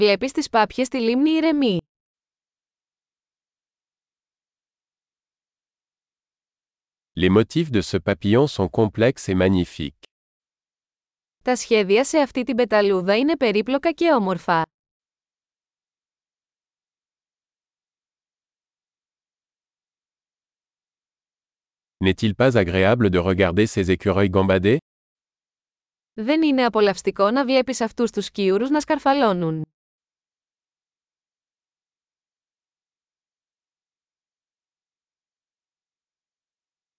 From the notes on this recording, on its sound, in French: Une promenade dans les bois. Le bruit du murmure du ruisseau est thérapeutique.